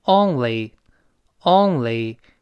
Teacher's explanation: 特别注意那个 L，还是舌尖往前指